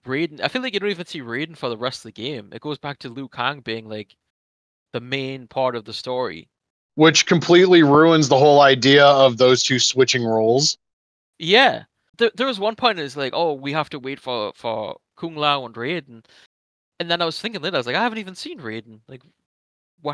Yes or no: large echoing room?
no